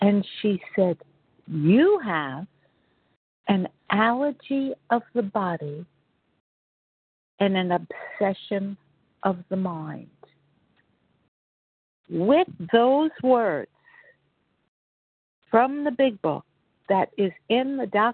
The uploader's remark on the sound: 100 Pounders Phone Meeting, 2/15/24